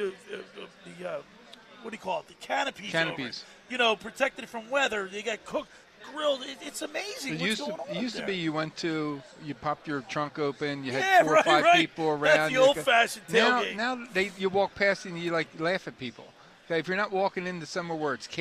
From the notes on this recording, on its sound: Live at The Caesars Sports Book inside the Tropicana in Atlantic City.